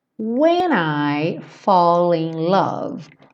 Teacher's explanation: Então aqui nós juntamos o when I e o fall in.